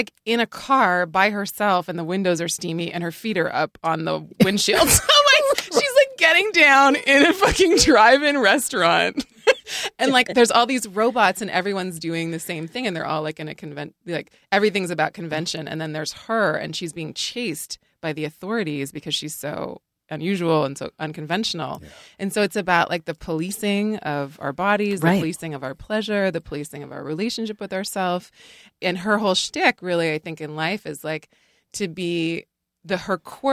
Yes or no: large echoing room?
no